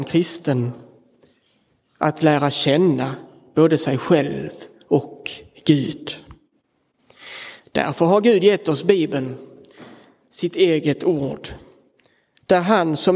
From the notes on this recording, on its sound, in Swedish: Inspelad i Roseniuskyrkan den 23 april 2023